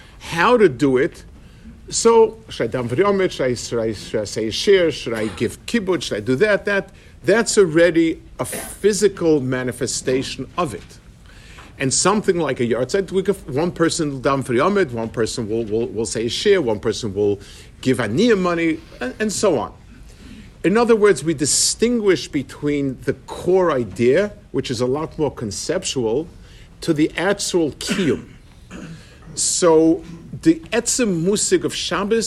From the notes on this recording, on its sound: Delivered for the Passaic Clifton Community Kollel Yarchei Kallah